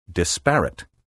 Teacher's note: Occasionally, you will hear educated people pronounce the word disparate, with the accent on the second syllable.